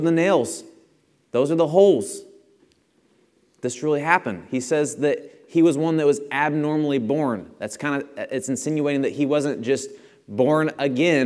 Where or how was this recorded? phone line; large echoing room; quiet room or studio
large echoing room